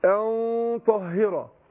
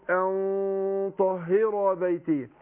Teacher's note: إحنا قلنا إن الإخفاء عند حروف الاستعلاء بفخم الغنة نفسها، فقول إيه؟ أن طهر، أن ما قلتش أن، لا أقول أن طهر بيتي.